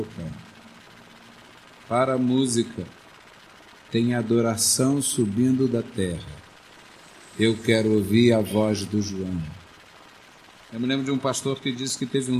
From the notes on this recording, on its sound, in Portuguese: Essa pregação foi gravada no culto de 09-11-2008 na Igreja Evangélica Congregacional do Lins.